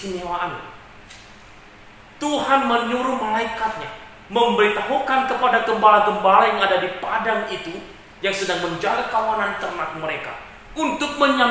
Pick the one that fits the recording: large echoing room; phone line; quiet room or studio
large echoing room